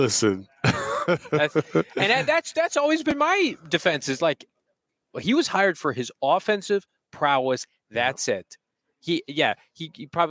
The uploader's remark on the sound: Live from the NFL Combine in Indianapolis!